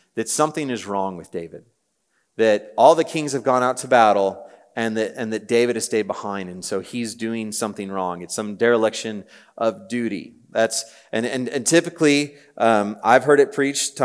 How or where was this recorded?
live audience